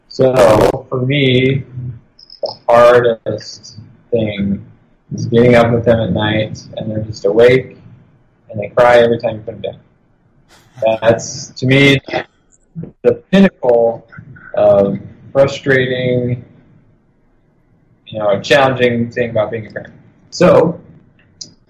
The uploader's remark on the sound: The audio quality isn’t perfect